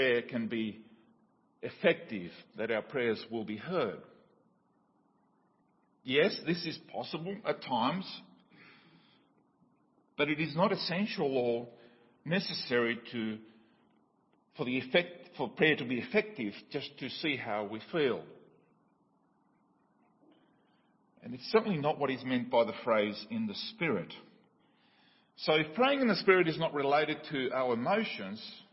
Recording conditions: large echoing room